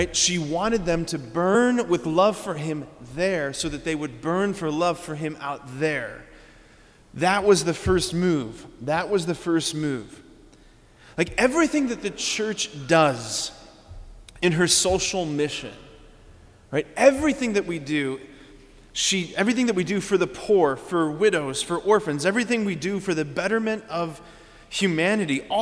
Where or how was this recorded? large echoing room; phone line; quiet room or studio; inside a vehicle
large echoing room